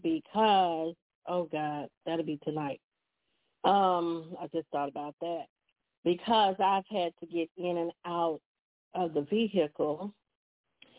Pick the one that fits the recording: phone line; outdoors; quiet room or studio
phone line